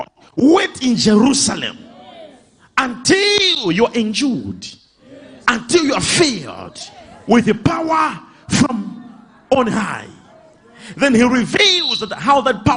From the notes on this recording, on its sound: LIVE SUNDAY SERVICE